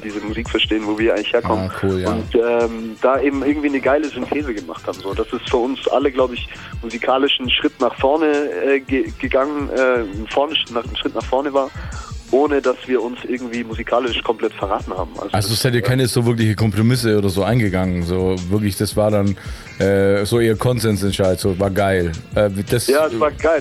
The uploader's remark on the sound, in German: am Telefon